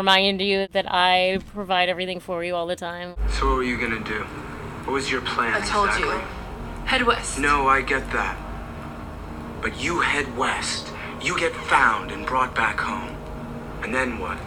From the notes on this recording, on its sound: with plenty of ambient sound to set the scene